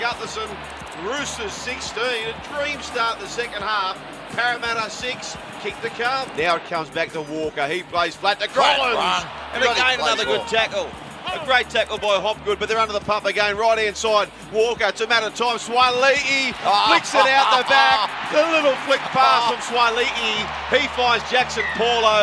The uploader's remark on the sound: Live from Allianz Stadium in Sydney